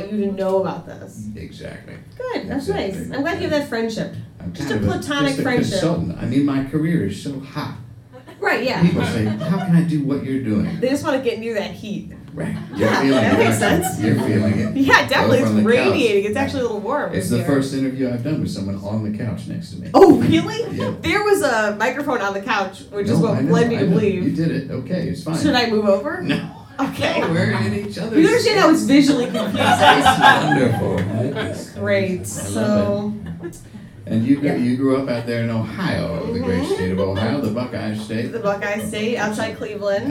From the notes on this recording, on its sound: Recorded live at Brooklyn’s famed Union Hall.